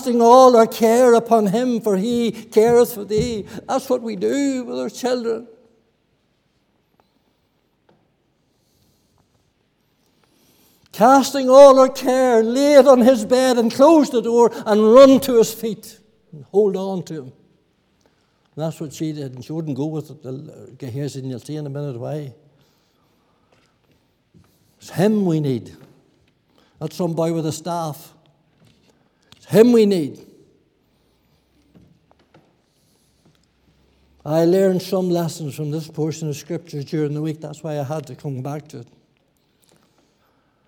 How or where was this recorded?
large echoing room